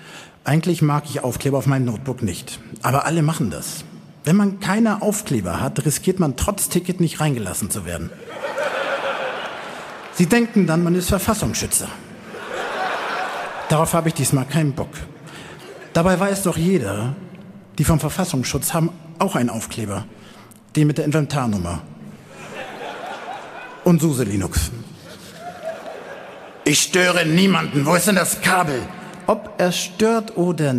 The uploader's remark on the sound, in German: Chaos Communication Slam (35c3). Hierbei geht es um einen Wettkampf bei dem selbstgeschriebene Texte live vorgetragen werden. Stimmt das Publikum zusammen über die besten Beiträge ab.